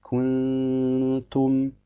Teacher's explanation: Wenn er zum Beispiel sagt, Kuntum, beinhaltet das Ta immer noch diese Eigenschaft Al-Hams, allerdings nicht so stark ausgeprägt, wie wenn es Sakin ist